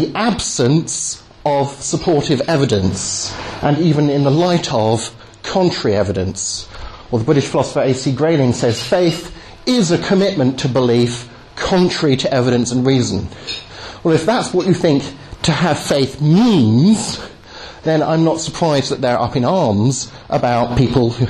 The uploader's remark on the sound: delivered at the 'Reasonable Faith' course at Highfield Church, Southampton on Sunday 17th Jan 2010